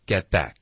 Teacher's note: Get 的特省略，back 的科也省略